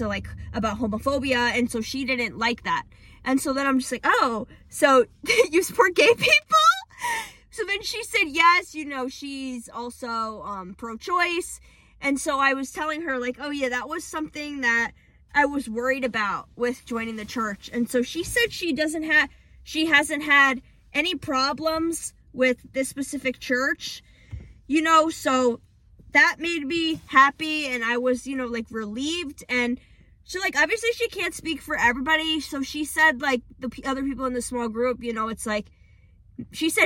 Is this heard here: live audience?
no